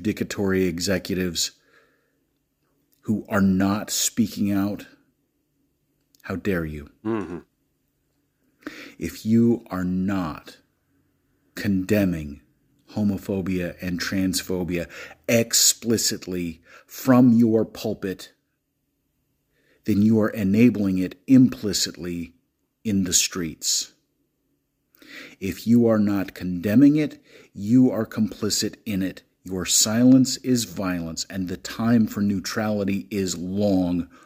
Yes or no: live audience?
no